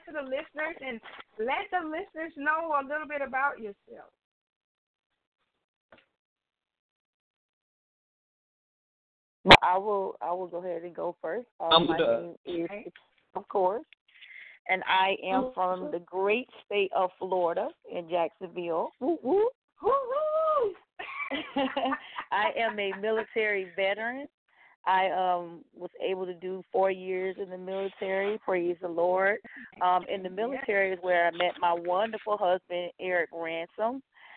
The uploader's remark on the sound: Phone lines will be opened to everyone who would like to call in and render honor to their mother.